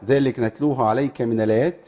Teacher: تحقيق الهمزة وليس تسهيلة. يعني يقرأها ذلك نتلوه عليك من الآيات.